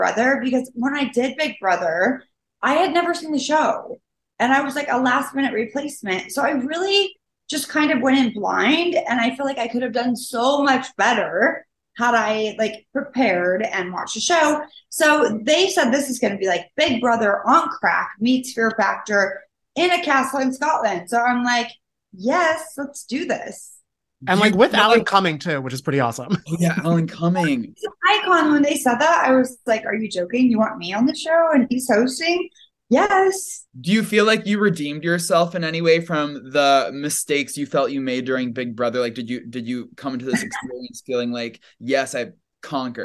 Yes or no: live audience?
no